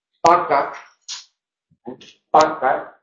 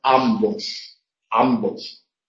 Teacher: estamos utilizando el alófono oclusivo, porque es el que se utiliza en posición inicial o cuando va precedido por nasal